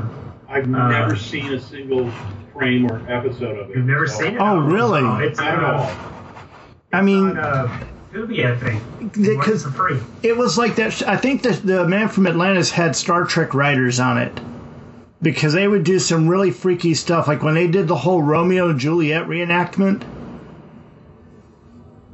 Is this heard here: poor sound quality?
yes